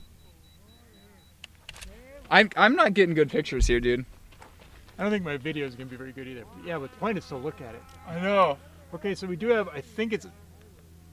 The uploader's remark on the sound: Brought a microphone with him during his trip to see the eclipse. We get to hear coverage from the event itself! This episode was originally broadcast in August 2017 on Nexus Special.